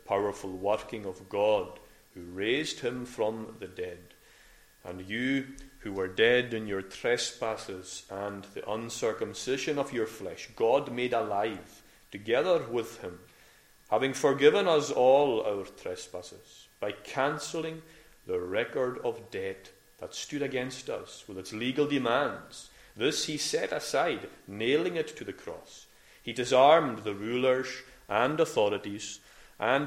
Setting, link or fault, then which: setting, large echoing room